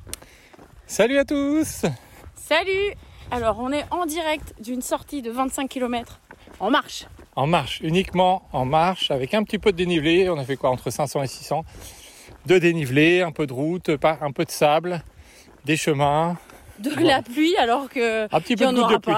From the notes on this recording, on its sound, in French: une parenthèse en Live lors d'une sortie